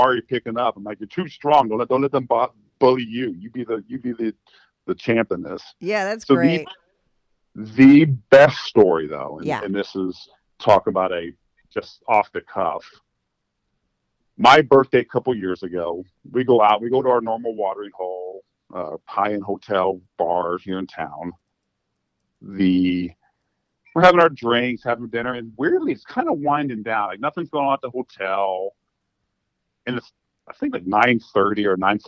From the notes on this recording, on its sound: They called in to talk al about it.